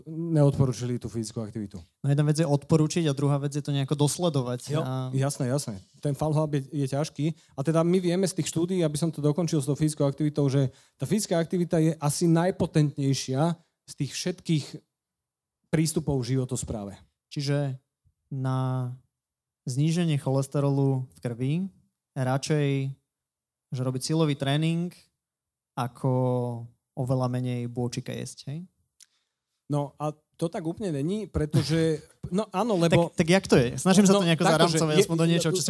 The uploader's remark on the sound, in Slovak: Túto špeciálnu časť sme nahrávali live v Bratislave